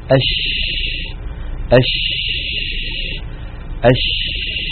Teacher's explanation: التفشي كما يعني عندما ننطق الشين جرب هكذا أش تجدون بأن الشين كما ذكرنا عند بحث مخارج الحروف تخرج من وسط اللسان، من وسط اللسان من هذه المنطقة، ومن هنا ينشأ الصوت، من وسط اللسان ينشأ الصوت، ثم يندفع الصوت باتجاه مقدمة الفم فيصطدم الصوت بالأسنان بالصفحة الداخلية للأسنان العليا، فيؤدي هذا إلى حدوث انتشار للصوت في الفم.